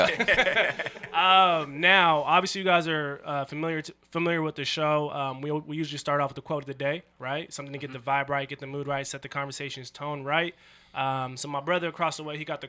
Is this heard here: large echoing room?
no